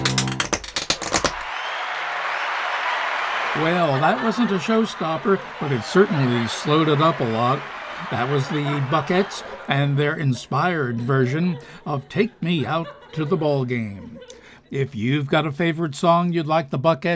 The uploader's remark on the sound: Live from the Stranded Theater in New York City.